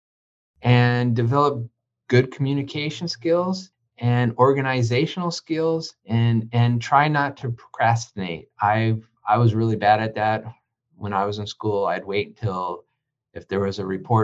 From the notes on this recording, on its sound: via Zoom